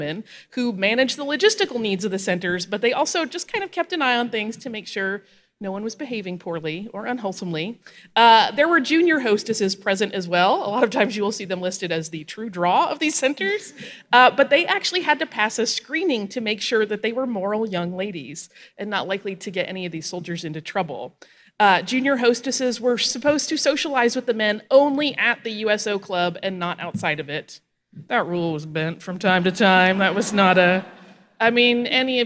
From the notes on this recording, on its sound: This show, performed live at the National WWII Museum in New Orleans, Louisiana